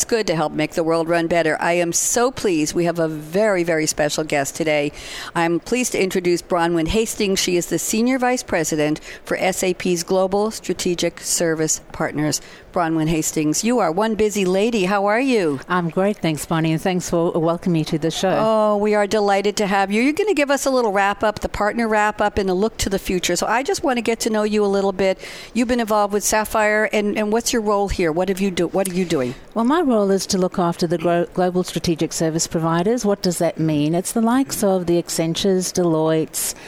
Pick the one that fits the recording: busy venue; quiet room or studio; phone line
busy venue